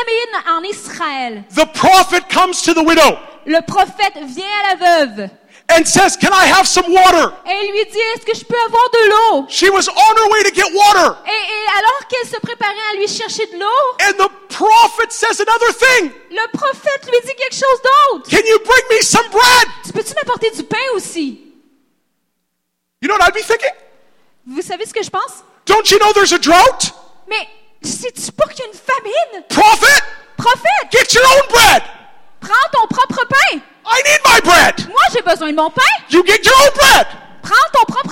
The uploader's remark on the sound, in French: Conférence rivières de Gloire-13 Mai 2016